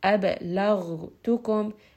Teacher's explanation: أبلغتكم، بات here again, letter of قلقلة، قطب جد، give it a bit of bounce. لغ، غين is going to have رخاوة، meaning that that sound is kind of extending as you say it